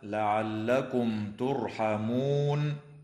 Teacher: وتظهر الميم الساكنة عند التاء